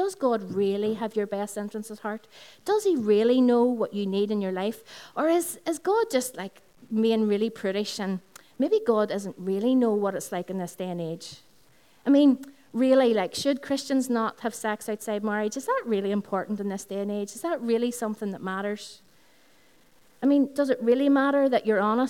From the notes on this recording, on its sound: Recorded on 5th June 2016 at our Sunday Celebration, which is held from 11am at the Integrated College, Dungannon.